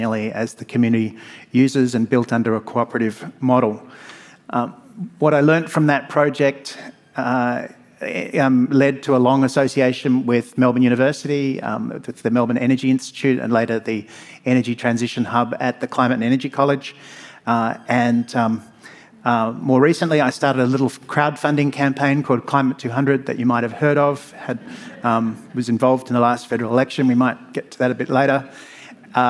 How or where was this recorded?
live audience